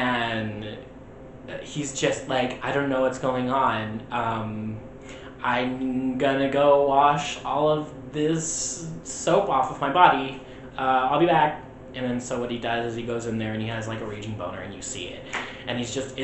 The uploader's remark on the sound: Recording of the original potato quality podcast